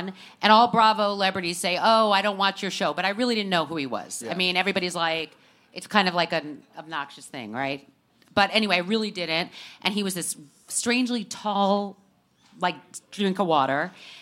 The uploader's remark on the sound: took the stage with Page Six for our special "Virtual Reali-tea" live holiday show in NYC!